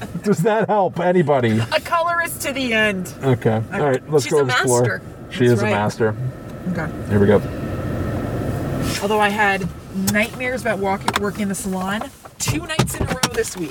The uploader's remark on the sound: we share footage/audio from our own Randonautica outing